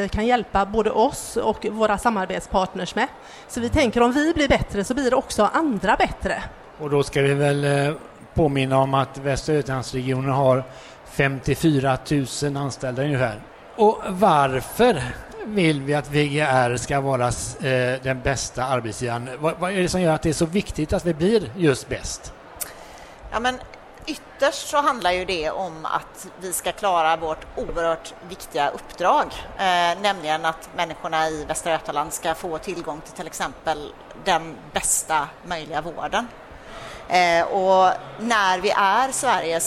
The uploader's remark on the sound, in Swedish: Detta avsnitt är det andra, av tre, som spelats in live på Kvalitetsmässan i Göteborg.